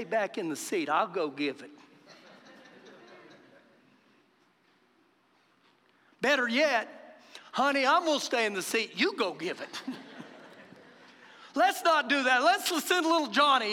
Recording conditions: live audience